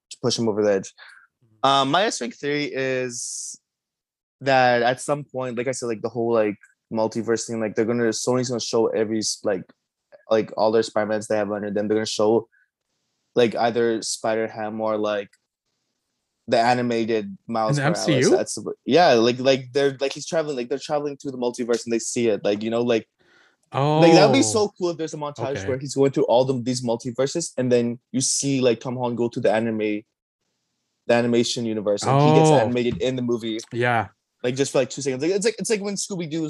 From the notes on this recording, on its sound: This podcast was recorded on Zoom.